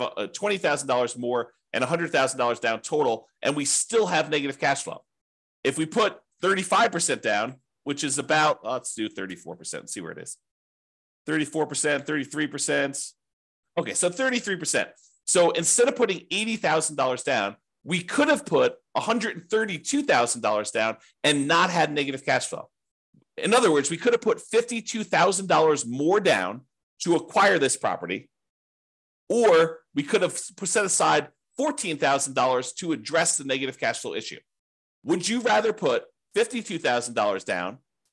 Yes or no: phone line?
no